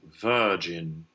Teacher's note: It's that great, long, stressed schwa